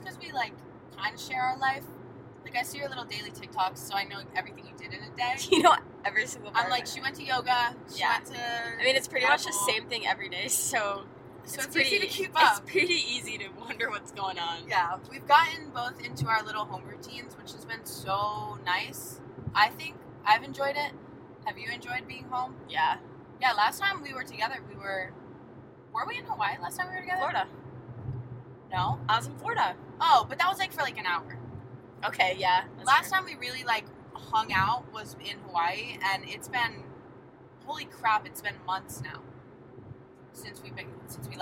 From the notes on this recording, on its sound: this time we’re driving to the airport